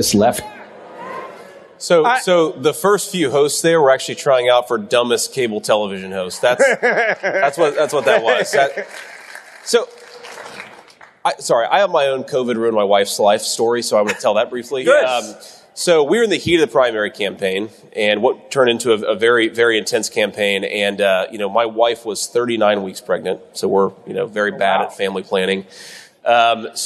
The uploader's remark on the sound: Live at CPAC